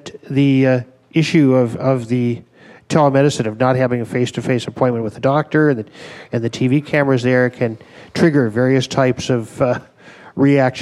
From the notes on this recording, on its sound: At the Café Revue in Fresno, a panel of healthcare providers and journalists discussed the future of rural medicine.